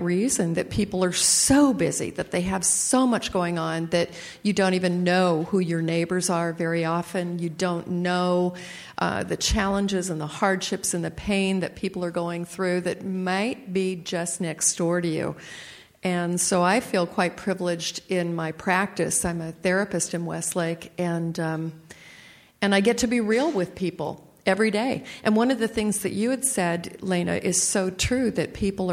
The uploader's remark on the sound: Recording at the Graf Barn in Southern California